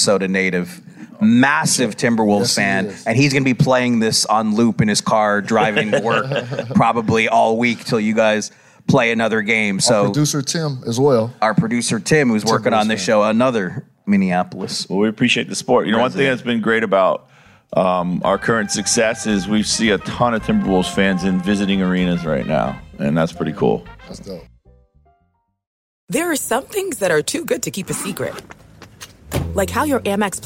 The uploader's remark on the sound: in a live podcast appearance from the NBA Crossover Conversations stage at All-Star Weekend In Indianapolis.